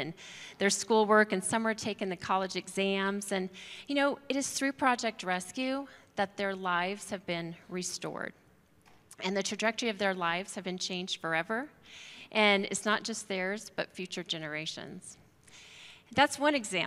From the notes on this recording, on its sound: At Timberline Church.